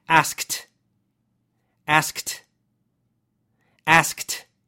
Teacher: This becomes even more important for the past tense because now you've got that little t sound at the end, that t sound. It's spelled with a d, but it's actually a t sound.